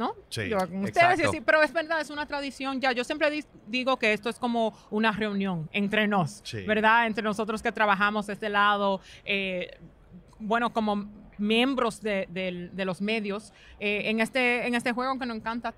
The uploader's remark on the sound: Live From Radio Row